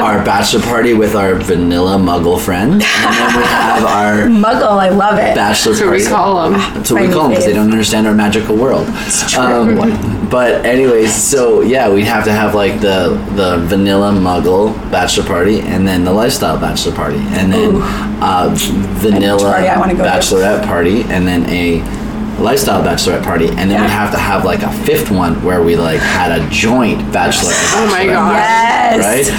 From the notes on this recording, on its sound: Young Swingers Week Interviews Live from Hedonism II Negril. We got you covered in this SPECIAL behind the scene episode of Young Swingers® Week live from Hedonism II in Negril, Jamaica. We asked five wonderful couples into our room and got the lowdown on what they were doing, what they saw and what the energy was like at this lively event.